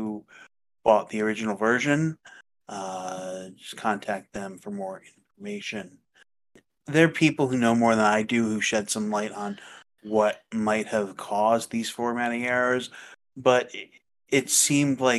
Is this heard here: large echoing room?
no